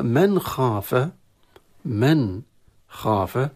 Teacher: نون تظهر عند الخاء، تظهر يعني تظهر من المخرج من غير غنة، من غير غنة بالضغط على المخرج في حالة الإظهار، لأن بعدها حرف من حروف الإظهار.